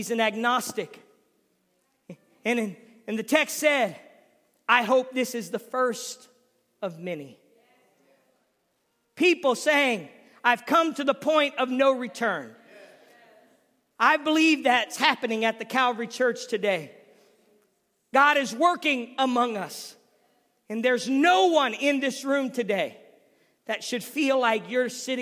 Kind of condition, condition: setting, large echoing room